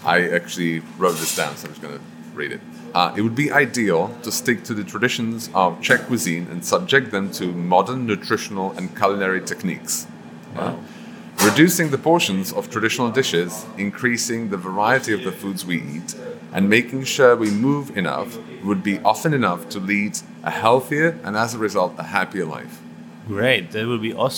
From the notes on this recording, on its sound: We recorded the interview in KRO Kitchen during the morning prep, so please excuse the noises in the background, especially in the beginning of the interview, as some technicians were repairing an air duct or something. Chatting about all this with the backdrop of the knives hitting the chopping board and breathing in the smells is truly magical.